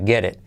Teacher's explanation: La T de get se convierte en R suave